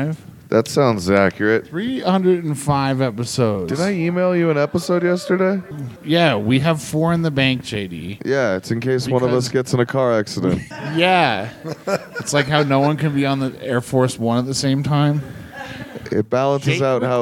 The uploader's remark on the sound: The Geeks were at the Chief Comedy Festival, located in Trinidad, Colorado.